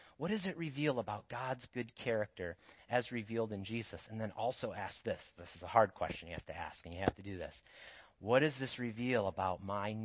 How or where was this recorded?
large echoing room